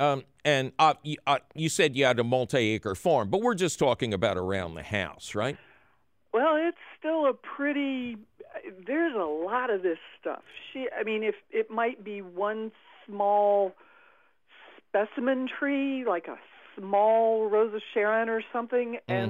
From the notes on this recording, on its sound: takes your fabulous phone call questions